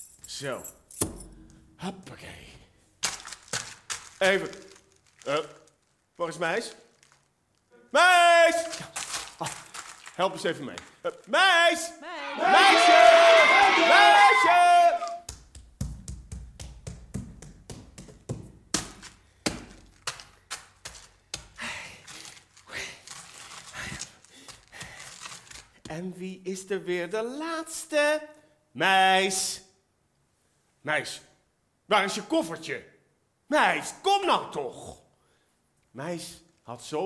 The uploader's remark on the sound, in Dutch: Een live versie van de theatervoorstelling MEIS!